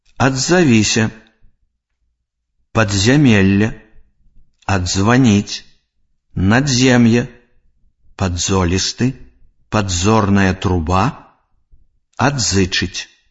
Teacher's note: У словах, дзе зычны «д» з'яўляецца часткай прыстаўкі, а «з» гукам кораня, трэба вымаўляць два асобныя зычныя, а не афрыкату «дз».